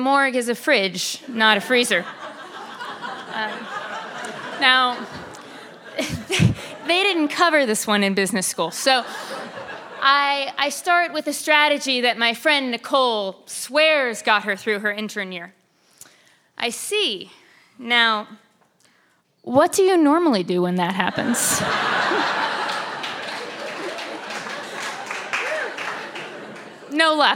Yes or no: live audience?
yes